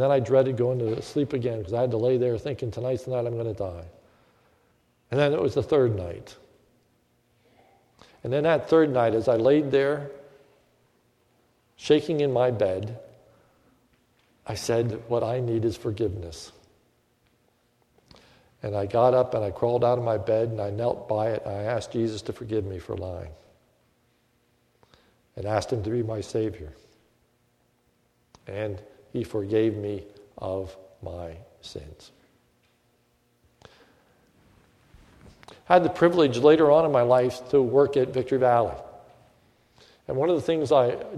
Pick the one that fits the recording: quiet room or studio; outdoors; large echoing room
large echoing room